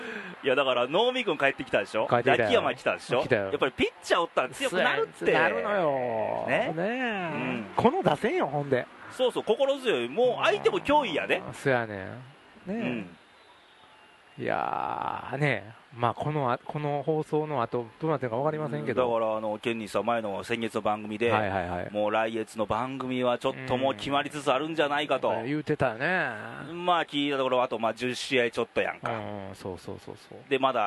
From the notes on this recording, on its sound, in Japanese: 久々の甲子園球場での収録！